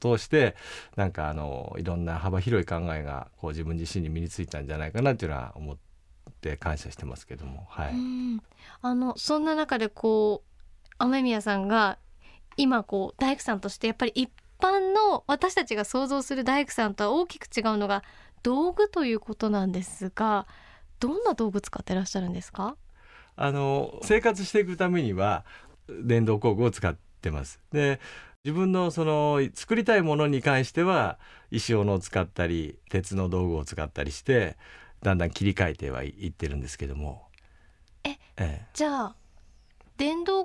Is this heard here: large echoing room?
no